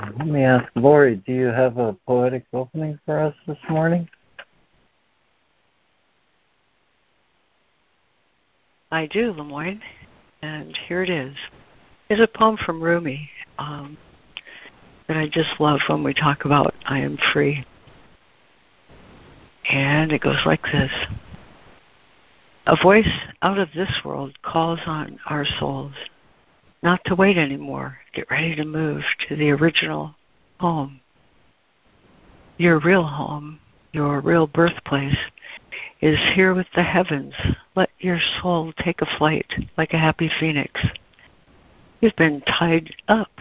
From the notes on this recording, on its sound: ACIM Daily Conference Call